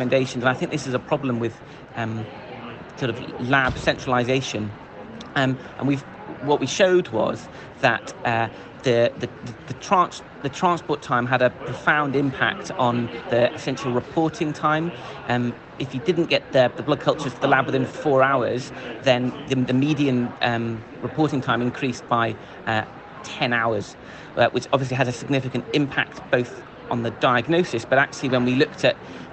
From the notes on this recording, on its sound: live from Copenhagen, Denmark, for the 33rd European Congress of Clinical Microbiology & Infectious Diseases (ECCMID 2023)